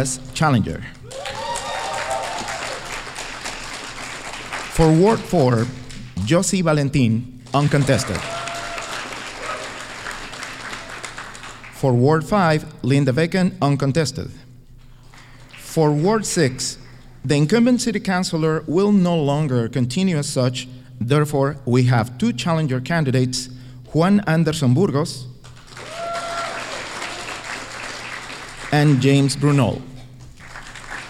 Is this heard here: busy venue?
yes